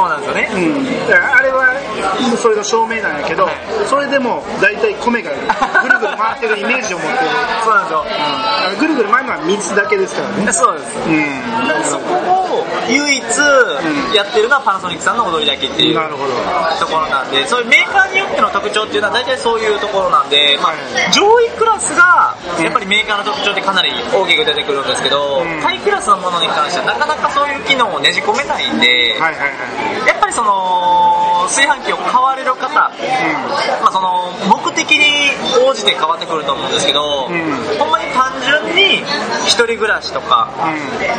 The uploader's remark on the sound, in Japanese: 今回は対面収録で串カツ屋さんで収録したため、ものすごい雑音の中で喋っています。お聞き苦しいかもしれませんがご了承ください。